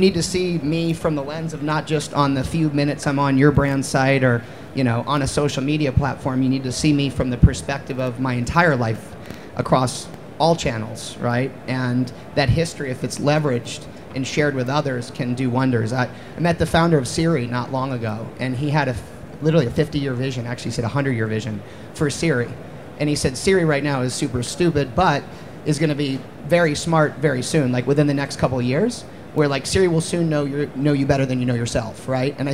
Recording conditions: busy venue